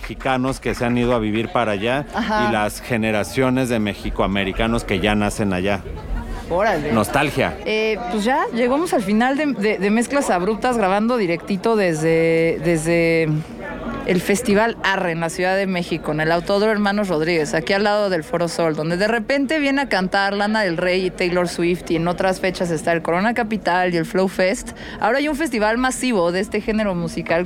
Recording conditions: busy venue